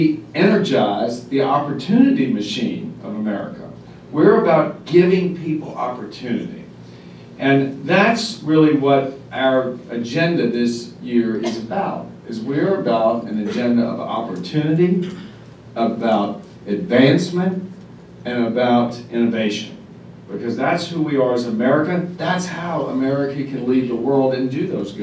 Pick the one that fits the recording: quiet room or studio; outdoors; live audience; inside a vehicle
live audience